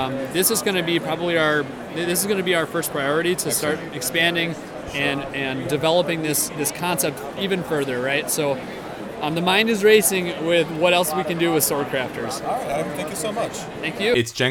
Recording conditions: busy venue